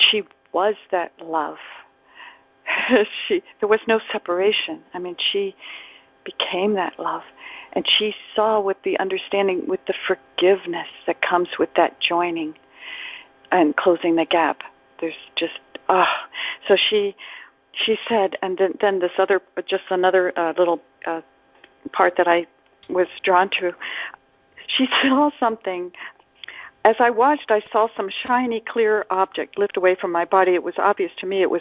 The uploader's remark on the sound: ACIM Daily TEXT Conference Call